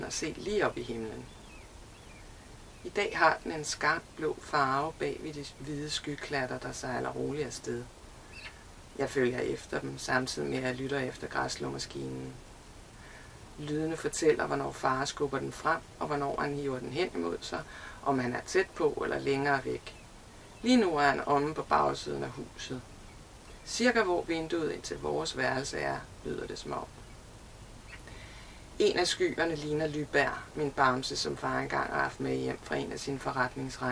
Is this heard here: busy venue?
no